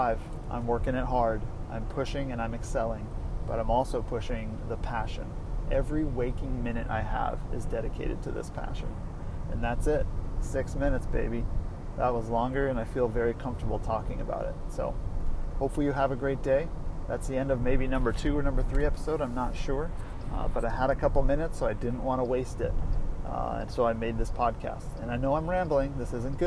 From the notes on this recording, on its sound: making a podcast in the car